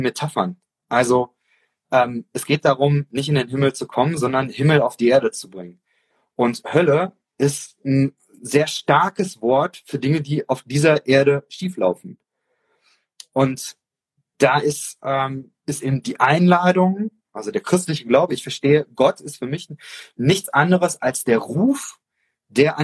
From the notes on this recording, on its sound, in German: in einem Instagram-Live Talk